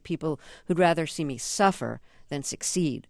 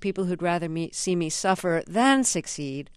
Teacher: the accent is on the than · Shown in: second take